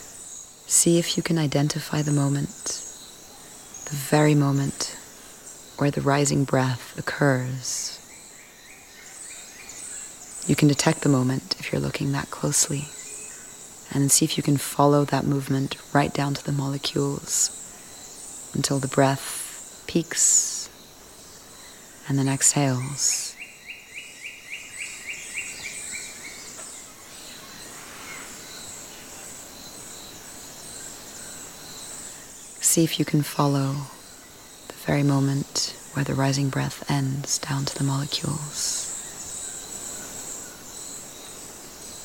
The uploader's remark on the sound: Recorded in the Osa Peninsula in Costa Rica -- thank you to all the birds and creatures who feature in this episode.